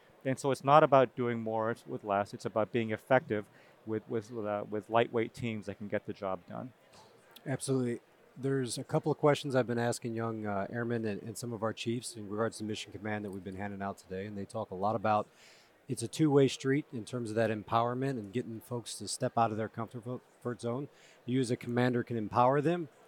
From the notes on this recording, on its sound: This unique episode was recorded at the Air University booth at the 2023 Air and Space Forces Association Conference.